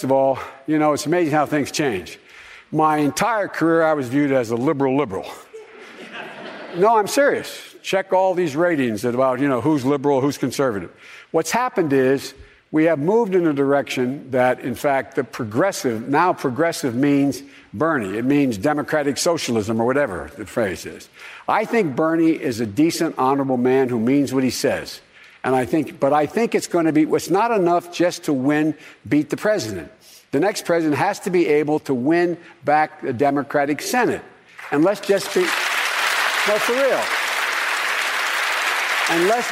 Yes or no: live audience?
yes